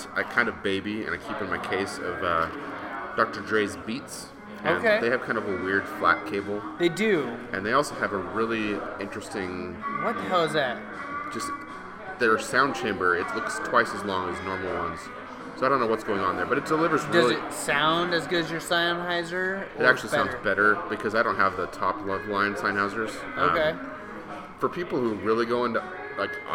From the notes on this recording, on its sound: we are live from another brewery